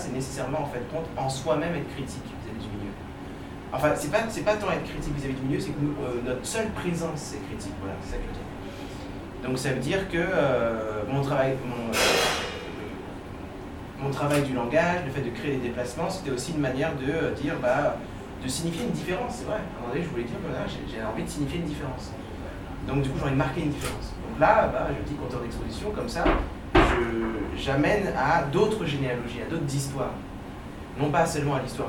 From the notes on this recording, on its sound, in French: L’enregistrement a eu lieu dans un restaurant parisien, ce qui expliquera la qualité du son.